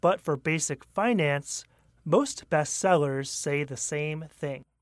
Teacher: In this case, it's emphasized or important information, so basic finance should get some stress. Secondly, you should also stress the word most. Most gives us a lot of information.